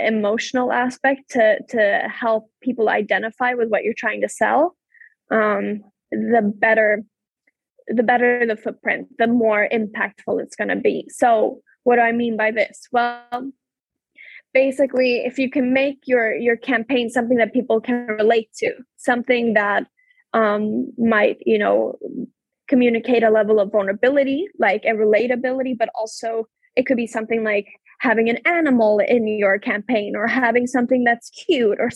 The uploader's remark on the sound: This episode was recorded through a Zoom-call on January 19, 2022.